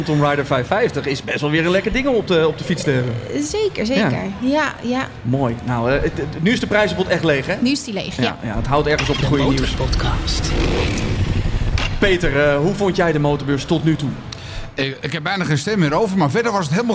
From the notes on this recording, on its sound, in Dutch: Onze stand en studio op MOTORbeurs Utrecht. Deze MOTORbeurs special is opgenomen tijdens MOTORbeurs Utrecht 2024.